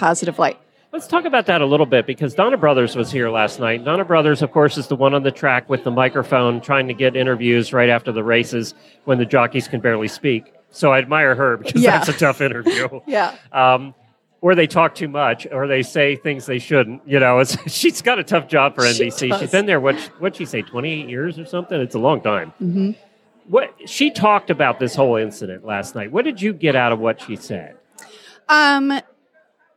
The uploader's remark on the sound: Live from the AHP Conference in Lexington. CORRECTED MISTAKE IN FIRST SOUND FILE.